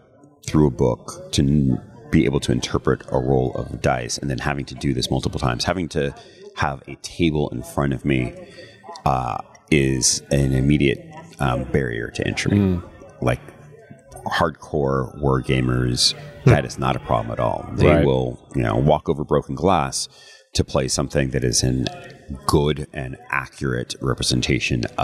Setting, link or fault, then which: setting, busy venue